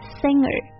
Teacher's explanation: 当你发 sing 的时候，这个舌根抵住软腭一个后鼻音，然后再和 er 连读起来就是 singer， singer 不会发出个的音。